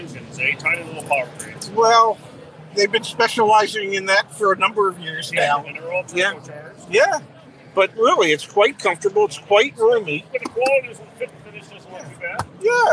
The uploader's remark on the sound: LIVE FROM DETROIT AUTO SHOW